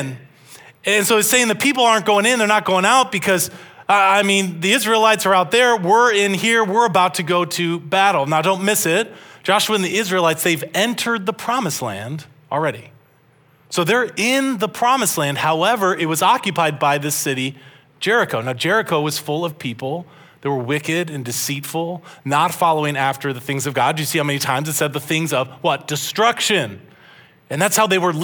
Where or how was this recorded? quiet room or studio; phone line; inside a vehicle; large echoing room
large echoing room